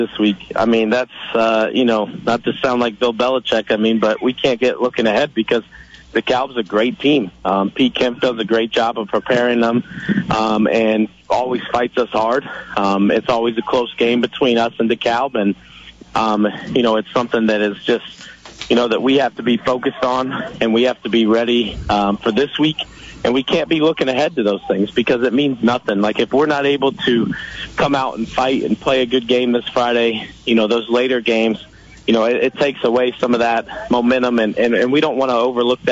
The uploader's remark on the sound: Joins by phone to preview Week 5 high school football action.